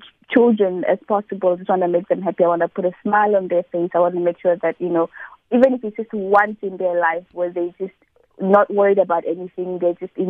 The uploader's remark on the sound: Essential information and interesting every day subjects interspersed with Music and the occasional phone in.